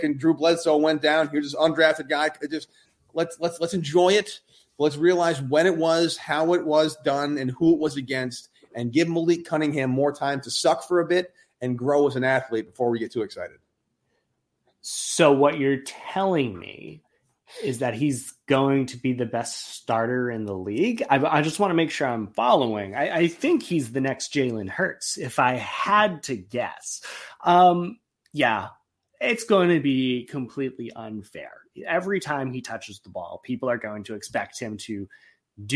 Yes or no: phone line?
no